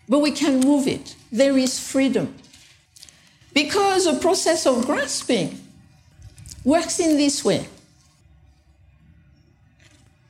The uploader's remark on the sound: taken from the Buddhist Geeks Conference in 2012